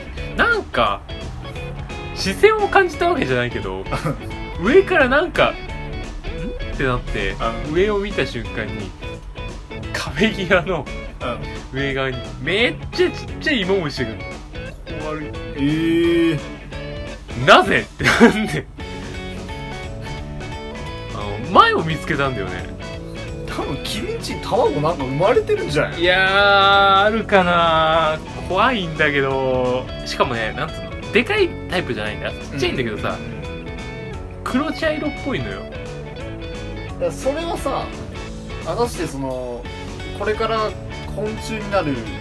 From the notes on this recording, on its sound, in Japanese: 録音機材：iPhone7